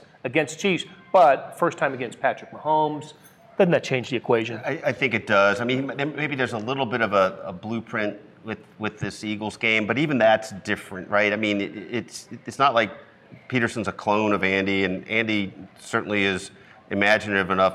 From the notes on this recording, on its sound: This episode was originally recorded as a Facebook Live video at Big O Tires in Blue Springs.